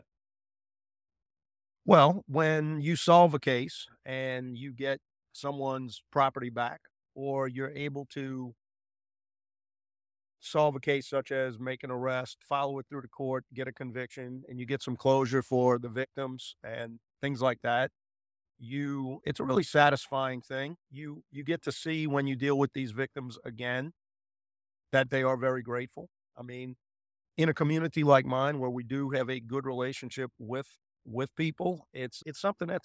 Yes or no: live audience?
no